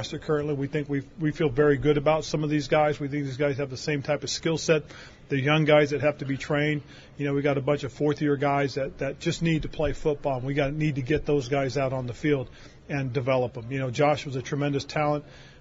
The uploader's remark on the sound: held a press conference from the NFL Combine